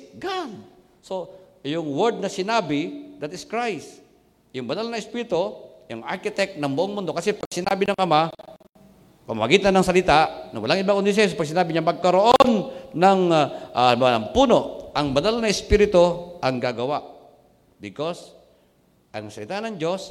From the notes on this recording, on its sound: Recorded on April 04, 2021, at CJCRSG Main, Sto. Tomas City, Batangas.